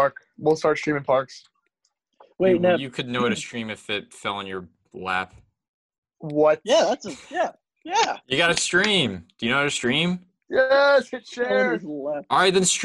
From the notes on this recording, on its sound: Some lagging on our Zoom call.